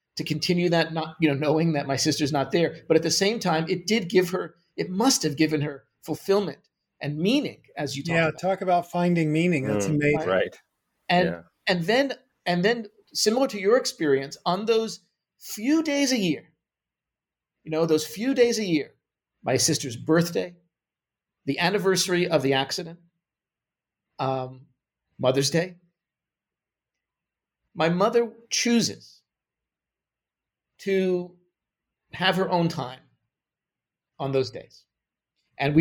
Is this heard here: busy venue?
no